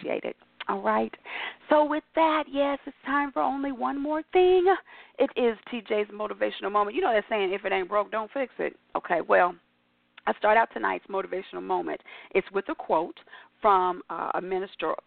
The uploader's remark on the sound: your phone calls